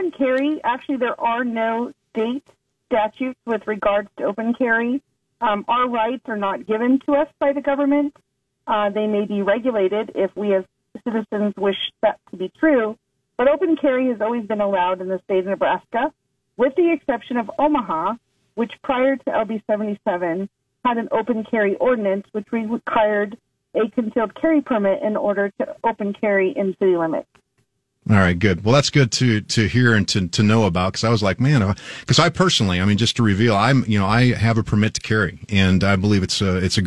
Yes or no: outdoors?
no